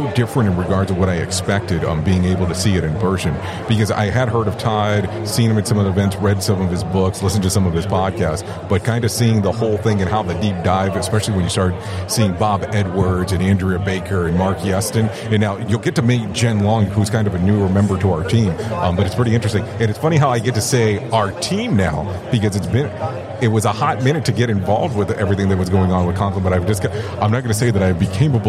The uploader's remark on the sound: Live from ACFS Safety Day 2023.